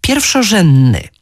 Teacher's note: Pomijamy też d w takich wyrazach jak na przykład pierwszorzędny i wówczas przybiera on postać niestaranną, pierwszorzędny.